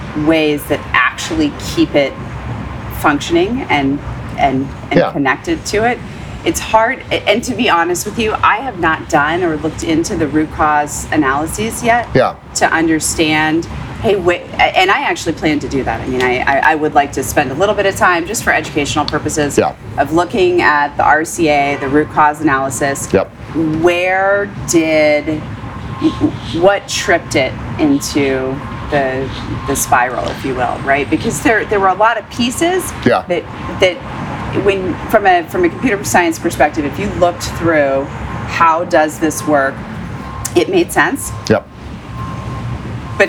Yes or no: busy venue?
yes